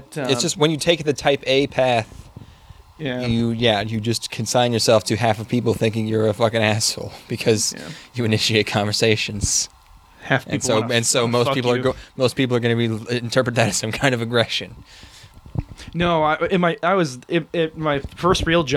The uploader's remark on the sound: Special Camping Bonus. We recorded this in the woods.